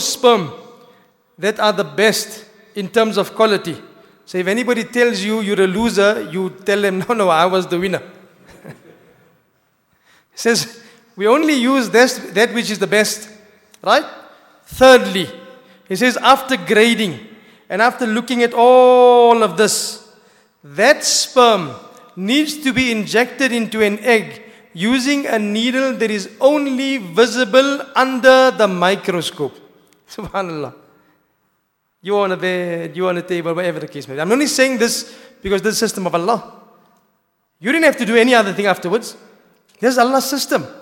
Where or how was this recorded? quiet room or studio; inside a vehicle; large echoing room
large echoing room